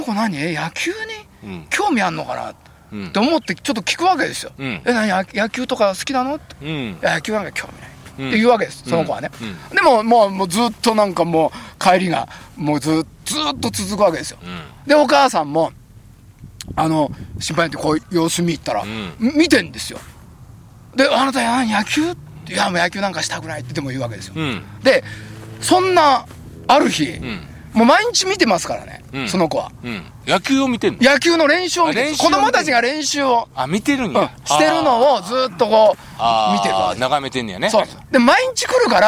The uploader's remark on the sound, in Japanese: 長野県ビーナスラインの霧ヶ峰高原にて。バイクツーリングをして青空対談収録を開催いたしました。